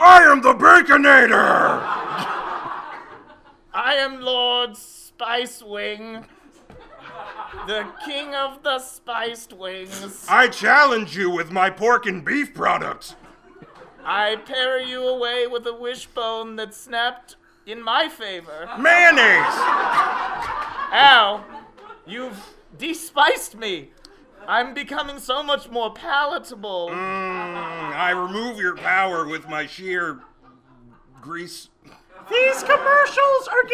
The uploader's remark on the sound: Recorded Live at The Kick Comedy Theater.